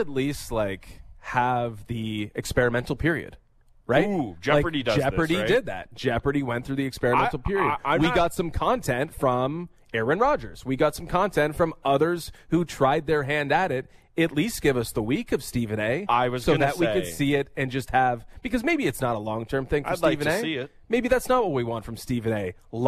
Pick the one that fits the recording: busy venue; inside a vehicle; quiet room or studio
busy venue